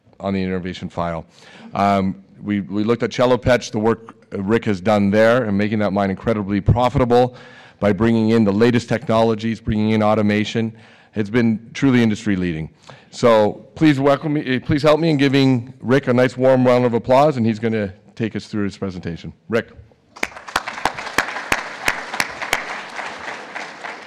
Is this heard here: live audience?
yes